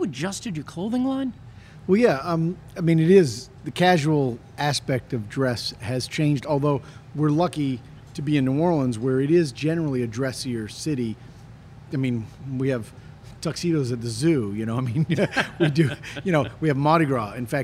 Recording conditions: busy venue